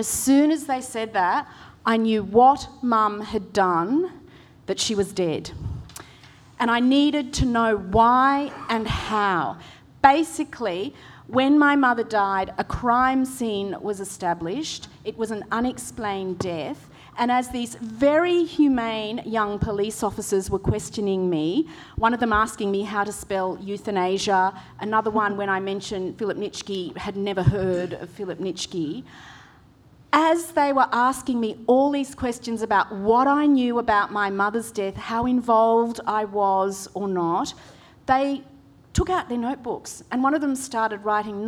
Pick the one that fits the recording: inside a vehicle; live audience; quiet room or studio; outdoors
live audience